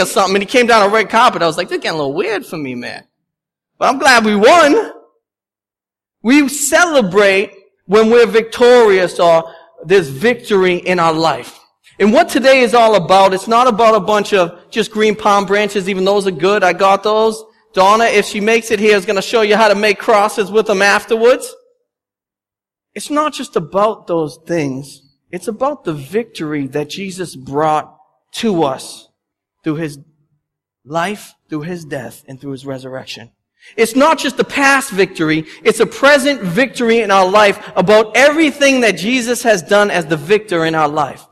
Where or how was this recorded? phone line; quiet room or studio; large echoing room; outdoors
large echoing room